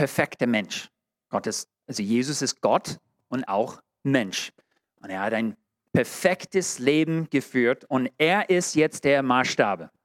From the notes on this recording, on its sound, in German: in der Gemeinde Kaleo Schopfheim aufgenommen